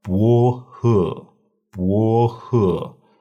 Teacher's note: it has a rising nature. It's like you're asking a question. · Term: second tone